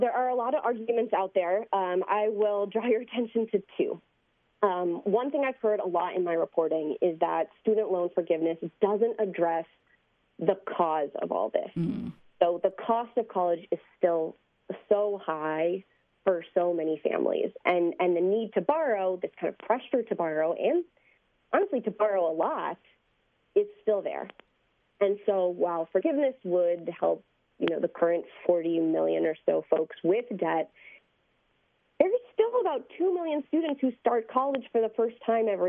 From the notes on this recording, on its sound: Reset hears analysis from a legal expert and opens the phone to hear from listeners for their takes.